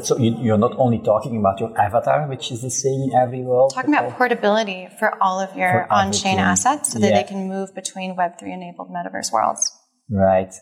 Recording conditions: busy venue